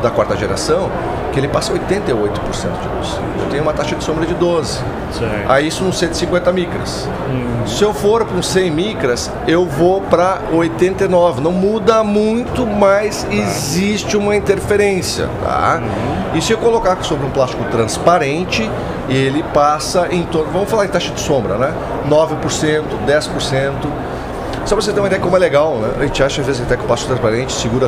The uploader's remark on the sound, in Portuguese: Ao vivo da Hortitec 2023.